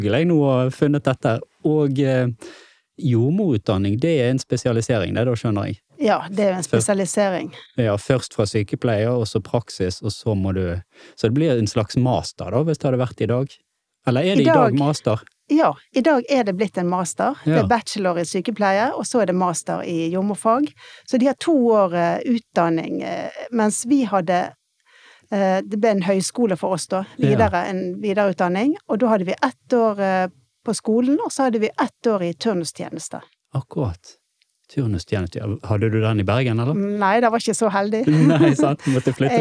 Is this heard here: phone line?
no